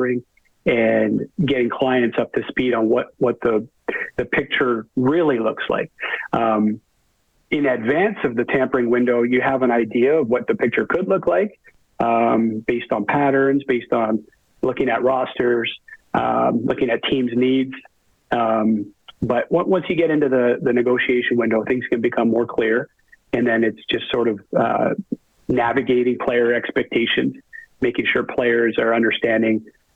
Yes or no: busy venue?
no